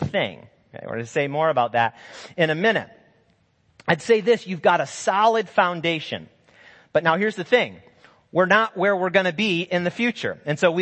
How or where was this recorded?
large echoing room